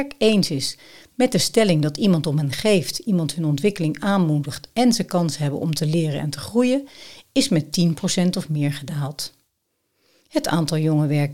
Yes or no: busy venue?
no